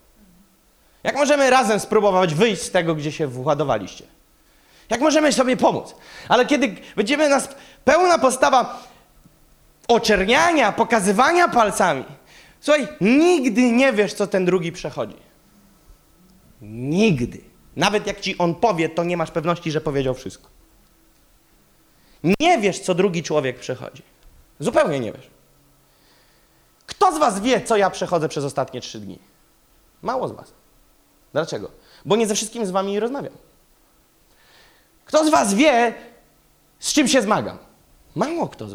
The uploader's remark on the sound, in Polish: Kazanie zostało nagrane podczas spotkania Makrogrupy NOF Church